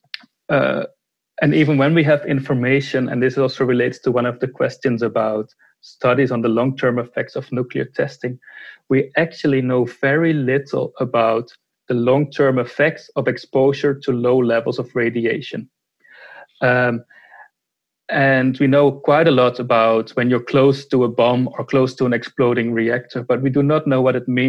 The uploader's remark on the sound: Webinar.